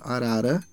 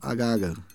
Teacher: A pessoa, ao invés de falar arara, ela fala agaga. Então, ela bate a língua numa outra posição lá na boca. · Shown in: second take · Term: posteriorização de tap